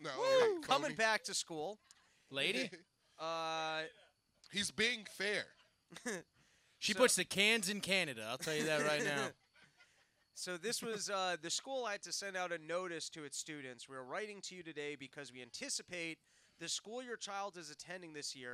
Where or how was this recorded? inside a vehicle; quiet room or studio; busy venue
busy venue